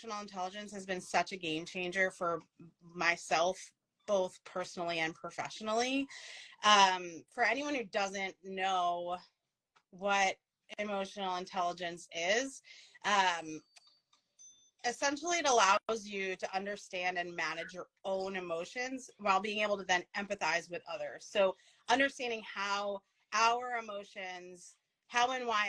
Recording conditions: video call